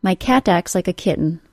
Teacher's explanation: This dropping of the T sound, when it occurs between two other consonant sounds, is normal.